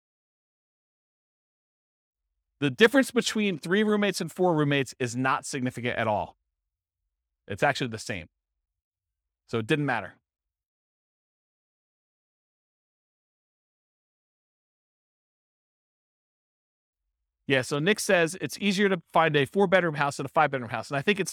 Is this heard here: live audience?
yes